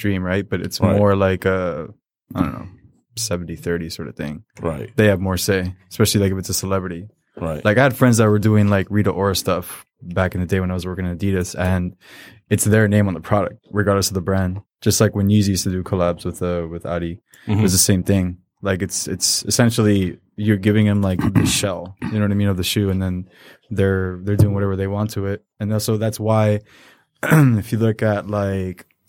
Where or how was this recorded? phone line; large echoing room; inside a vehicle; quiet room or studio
quiet room or studio